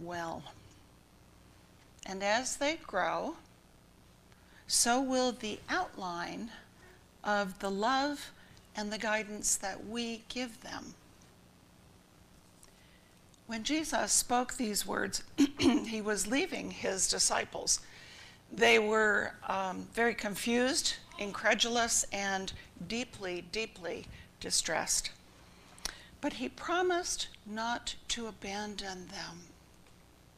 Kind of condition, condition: setting, large echoing room